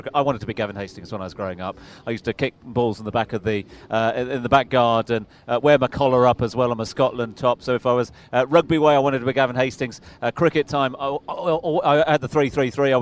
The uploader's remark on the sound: From the rooftop garden of Barasti